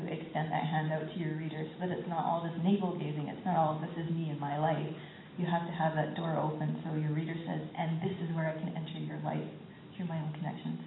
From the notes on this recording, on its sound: taped live at the Bridgewater International Poetry Festival at Bridgewater College in Virginia on January 17.